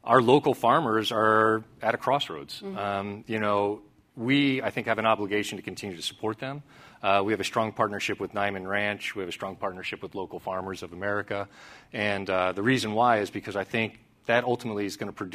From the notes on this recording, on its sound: At CNBC’s “Evolve” conference